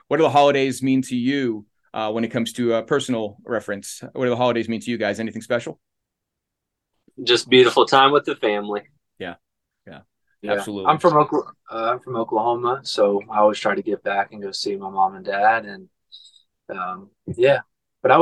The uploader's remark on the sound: via ZOOM